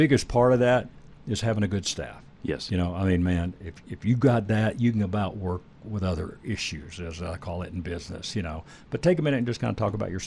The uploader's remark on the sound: In Lakewood, Colorado. Sportsman of Colorado Radio will be broadcasting live from The Gun Room at 1-2pm.